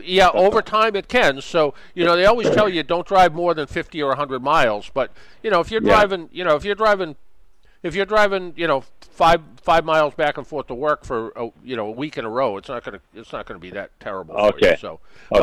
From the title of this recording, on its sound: we broadcast from AutoToys